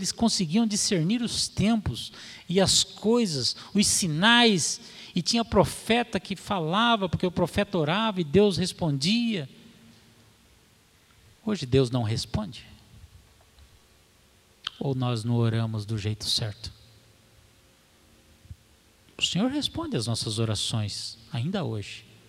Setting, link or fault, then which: setting, large echoing room